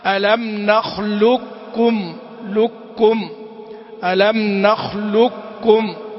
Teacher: أما بالنسبة لنخلقكم إذا كان الإدغام كاملا ننطق بكاف واحدة مشددة · Term: الإدغام الكامل